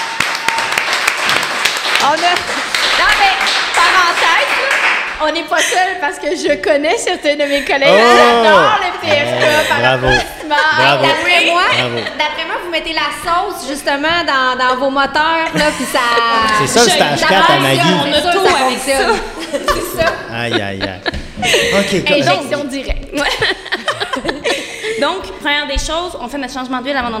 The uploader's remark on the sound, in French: Enregistrée "live" de la nouvelle usine de production de notre partenaire Lagabière et ce devant public!